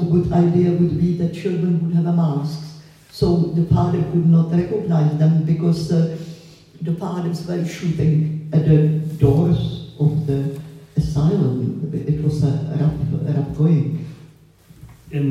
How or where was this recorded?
live audience